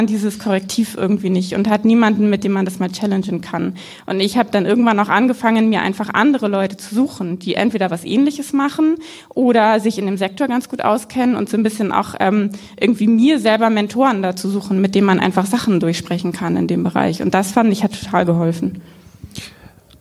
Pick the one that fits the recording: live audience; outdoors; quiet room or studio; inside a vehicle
live audience